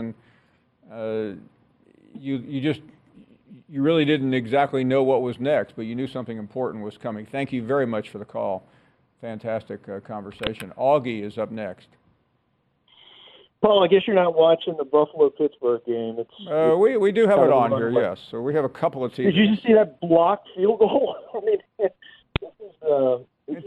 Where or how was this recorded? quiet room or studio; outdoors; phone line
phone line